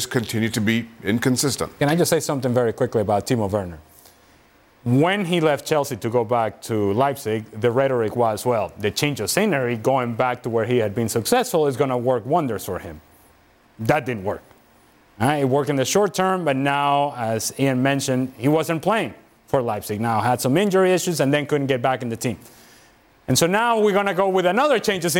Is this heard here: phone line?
no